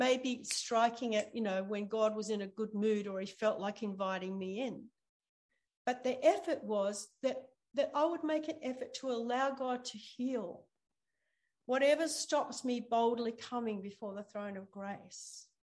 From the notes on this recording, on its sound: ZOOM Church